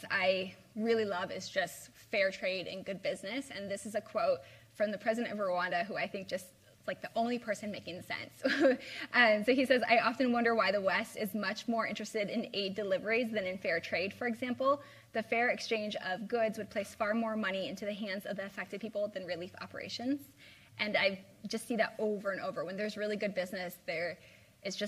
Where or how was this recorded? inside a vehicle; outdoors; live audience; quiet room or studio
live audience